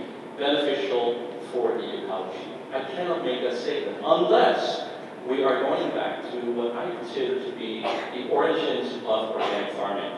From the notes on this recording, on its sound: keynote address for the Organic Association of Kentucky conference in Louisville on March 7, 2020